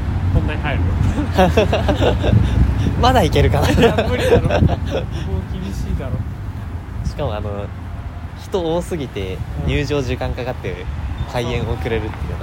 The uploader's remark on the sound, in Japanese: 京葉線 #幕張。思ったよりも車通りが多くて雑音が混ざっていますが。